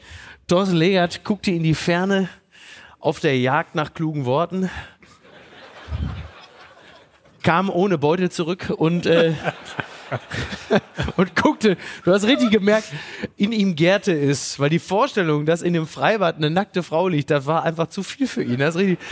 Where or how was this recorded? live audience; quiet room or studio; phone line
live audience